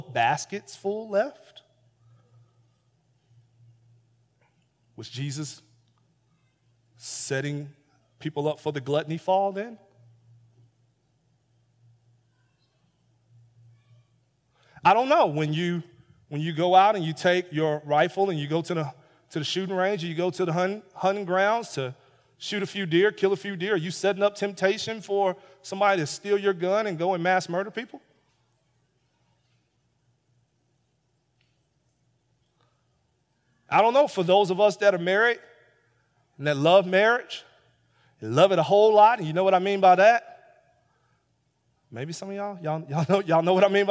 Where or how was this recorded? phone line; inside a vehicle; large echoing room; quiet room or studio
large echoing room